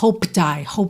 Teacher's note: A palavra hoped, no passado, o E não é pronunciado, certo? O D vai ser aquela consoante oclusiva que no caso aqui eu já vou usar para ligar no I. O P de hoped, ele vai ficar muito sutil aqui.